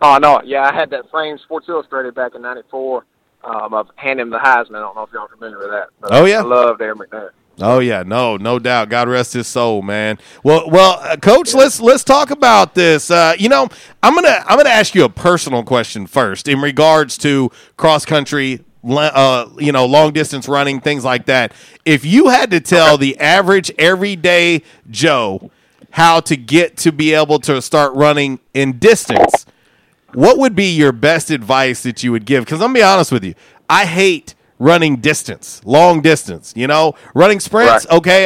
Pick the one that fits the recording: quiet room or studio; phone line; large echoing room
phone line